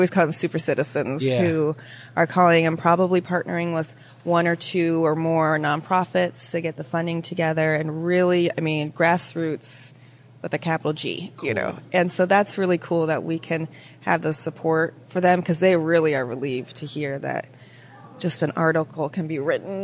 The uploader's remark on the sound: Reporting live from CNU24 in Detroit